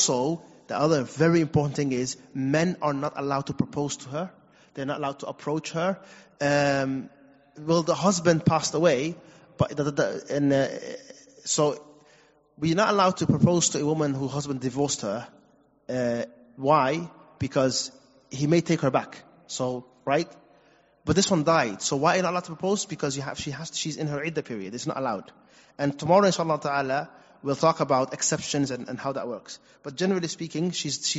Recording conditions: large echoing room